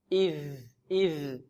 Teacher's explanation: طرف اللسان مع أطراف الثنايا العليا · Term: الذال